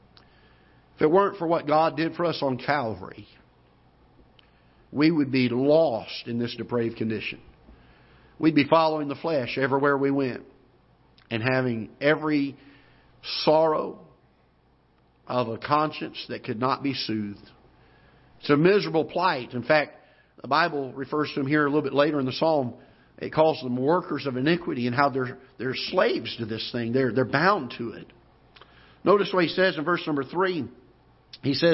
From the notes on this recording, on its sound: Ketha Heights Baptist Church ~ Live Broadcast.